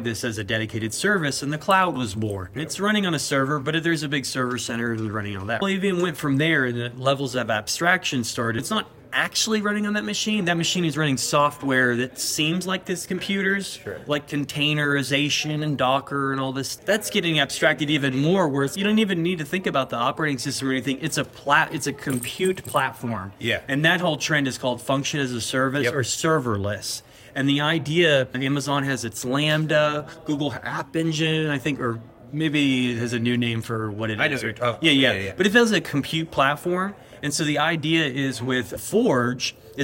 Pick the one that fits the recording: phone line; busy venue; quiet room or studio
busy venue